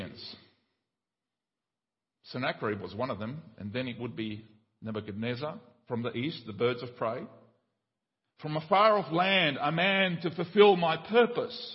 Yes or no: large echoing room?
yes